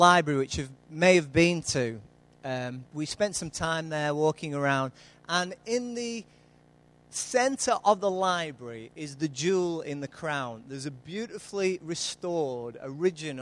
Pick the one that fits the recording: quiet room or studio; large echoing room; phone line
large echoing room